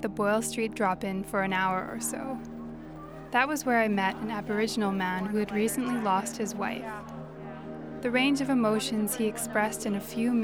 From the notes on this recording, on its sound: Spent a weekend in Edmonton’s inner city, at the drop-in centres, and on the streets. This is the audio diary of her experience.